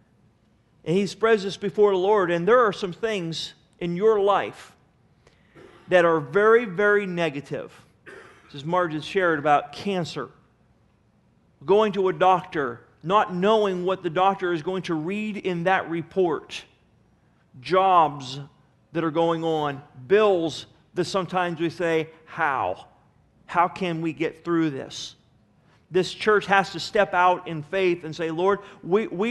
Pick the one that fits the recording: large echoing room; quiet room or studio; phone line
large echoing room